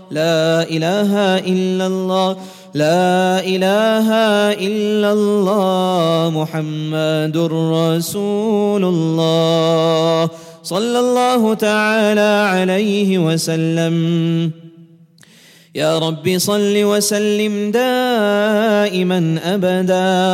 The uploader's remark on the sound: At the Houghton Masjid (West Street).